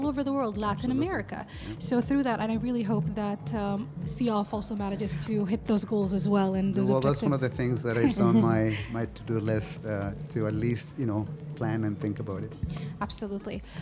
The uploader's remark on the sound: Live from SHD 2023